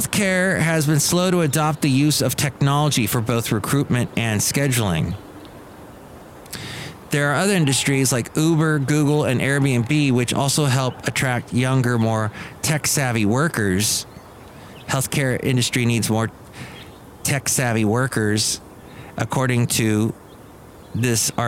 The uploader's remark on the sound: podcasts live from Cafe Anyway